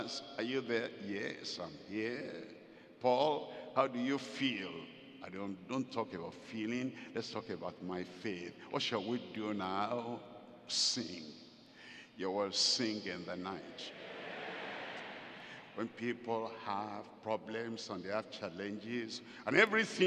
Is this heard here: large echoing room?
yes